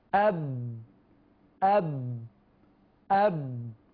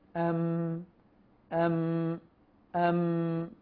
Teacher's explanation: قوة الإطباق بالنسبة للباء أقوى من قوة الإطباق للميم. أنا أتحدث عن الإطباق بين الشفتين.